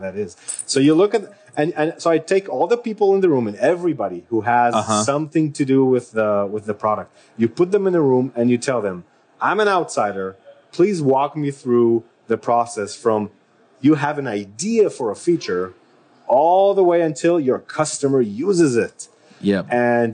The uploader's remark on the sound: LIVE at Microsoft Build. Shure SM58 Microphone. Zoom H6.